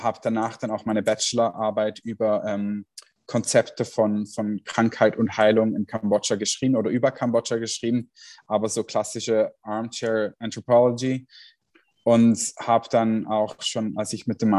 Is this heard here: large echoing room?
no